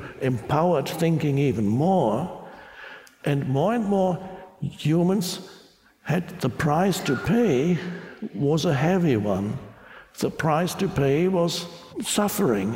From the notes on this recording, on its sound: Talks to an audience in Budapest, Hungary. The crowd erupts with laughter and applause when he speaks a few words in Hungarian.